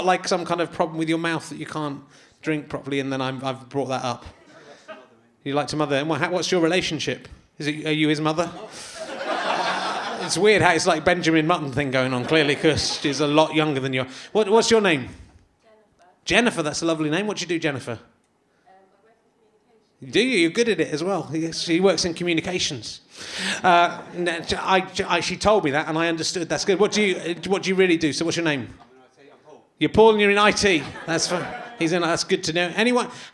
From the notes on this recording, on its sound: chats to a man in the audience